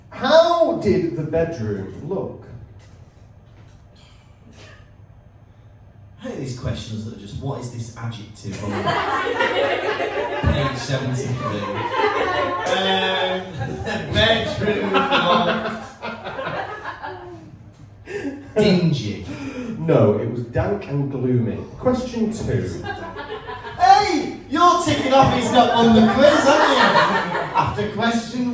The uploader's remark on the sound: in front of a live studio audience